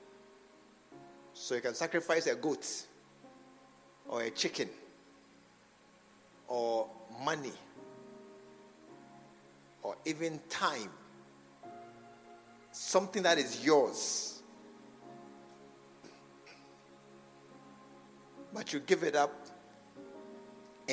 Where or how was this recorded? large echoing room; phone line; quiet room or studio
large echoing room